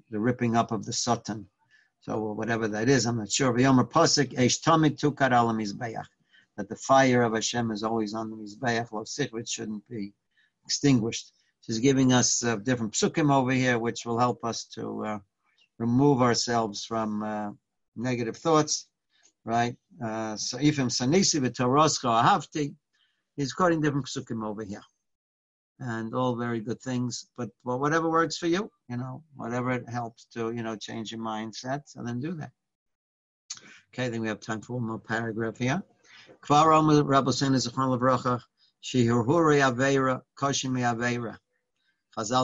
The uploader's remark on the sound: Live On Zoom